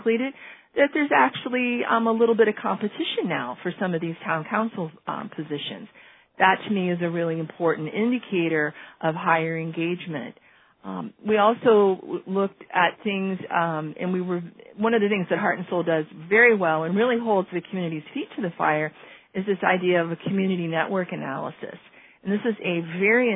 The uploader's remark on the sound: On this call. This FREE event was recorded.